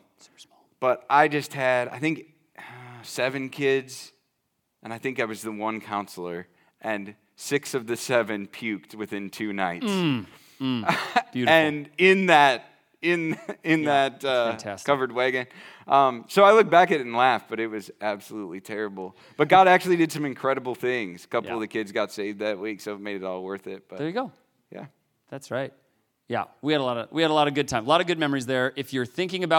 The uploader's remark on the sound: This very special episode of The Hidden Acres Podcast was recorded LIVE in front of the students at Forged, the student ministry of Stonebridge Church in Boone, IA.